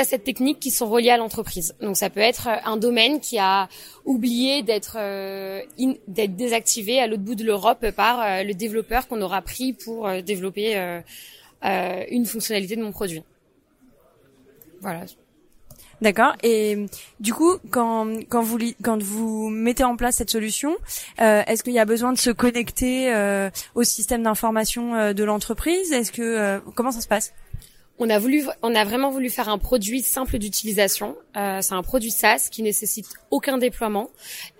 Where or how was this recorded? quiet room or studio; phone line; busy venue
busy venue